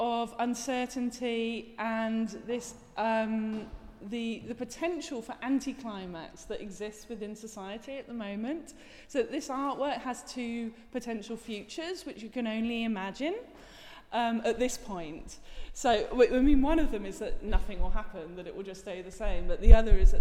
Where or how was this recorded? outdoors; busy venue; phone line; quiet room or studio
busy venue